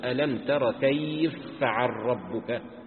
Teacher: فاء مفتوحة وبعدها فاء مفتوحة في كلمة ثانية، أبو عمرو يدغمهما فيقول ألم تر كيف فعل ربك. · Term: الإدغام الكبير